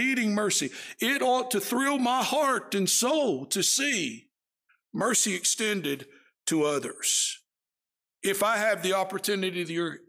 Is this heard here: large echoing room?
yes